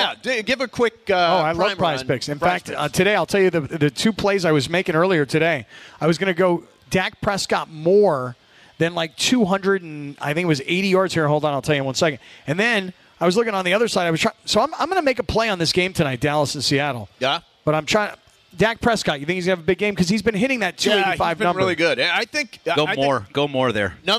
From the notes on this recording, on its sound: LIVE from The 909 Sports Bar at Yaamava!